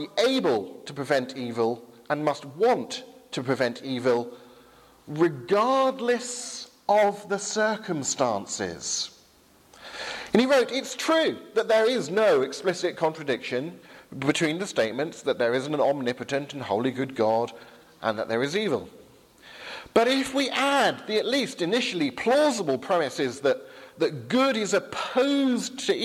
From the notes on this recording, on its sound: Sermon from Highfield Church Southampton, 11 am service, 1st October 2017.